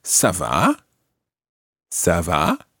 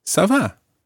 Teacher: And there's just a slight going down at the end · Shown in: second take